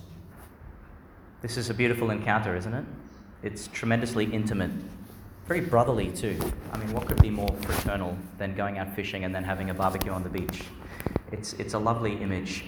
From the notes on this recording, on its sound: Homily for Easter Friday in the Octave, delivered in Our Lady Star of the Sea Church, Gladstone, Qld.